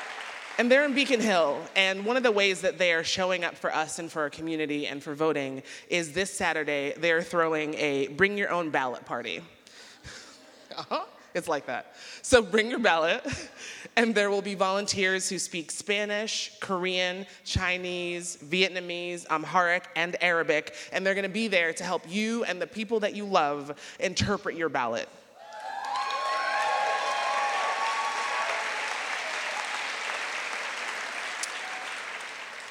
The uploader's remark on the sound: recorded Ampersand Live 2018 at the Moore Theatre on October 25